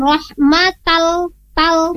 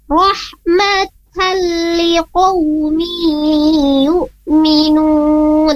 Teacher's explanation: ta di sana adalah merupakan salah satu huruf yang memiliki sifat hamas · Shown in: second take · Rahmatal, bukan rahmatal tal, tapi rahmatal liqawmi yu'minun, seperti itu.